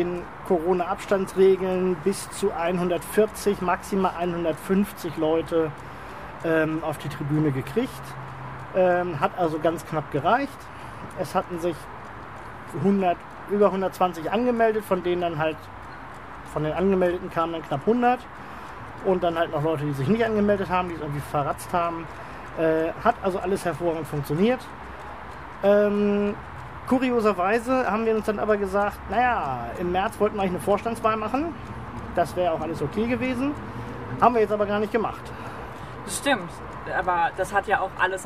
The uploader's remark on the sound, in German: direkt von der Tribüne des SV Arminia Hannover von unserem kürzlich dort veranstalteten LandesPARTEItag